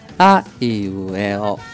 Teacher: 二形音呢，指的是第一拍低，第二拍高，以后各拍都低 · 一形音呢，指的是第一拍高，以后各拍都低